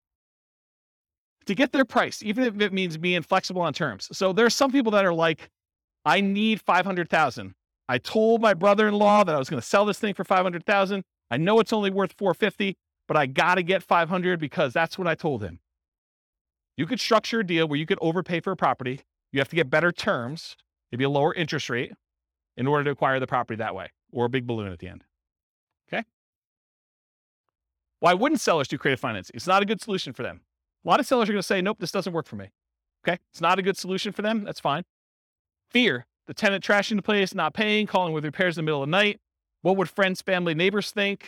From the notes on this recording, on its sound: This was a live class recorded